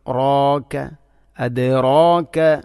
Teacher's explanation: റായിനെ കനപ്പിച്ചുച്ചരിക്കേണ്ട അക്ഷരമാണ്. അപ്പോൾ അതിൻ്റെ കൂടെ വരുന്ന അലിഫിനെയും കനപ്പിക്കണം